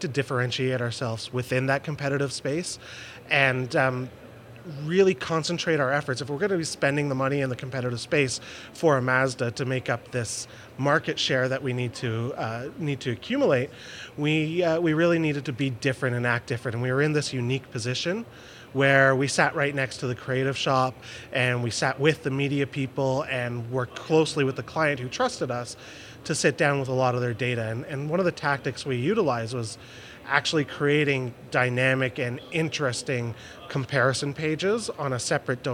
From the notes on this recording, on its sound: In this podcast recorded at Pubcon Las Vegas 2014